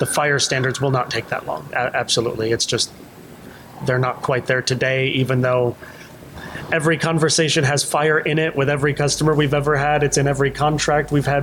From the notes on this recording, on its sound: Interviewed live and in person at NCQA’s 2nd annual Health Innovation Summit. Interviewed live and in person at NCQA’s 2nd annual Health Innovation Summit.